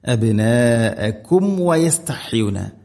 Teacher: ഇവിടെ മീമിനെ കൃത്യമായിട്ട് പൂർണ്ണമാക്കണം, അഥവാ രണ്ട് ചുണ്ടുകൾ തമ്മിൽ തട്ടിച്ച് മീമിനെ പൂർണ്ണമാക്കിയിട്ട് വാ ഉച്ചരിക്കണം.